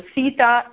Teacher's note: सीता इत्यस्मिन् सकारः अस्ति, तस्य नाम दन्त्यसकारः